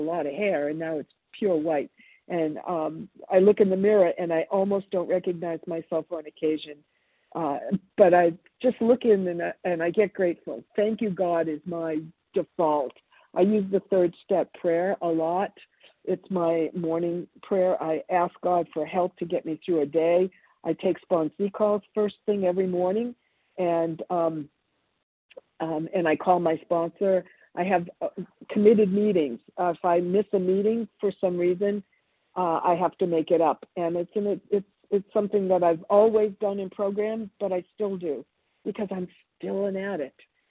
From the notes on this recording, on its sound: from the 100 Pounders Phone Meeting